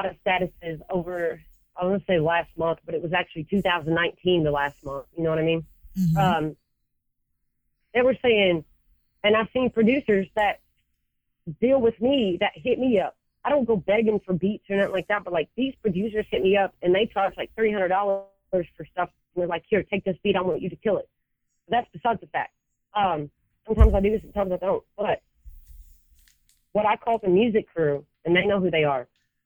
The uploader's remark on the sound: I recently sat down for a telephone interview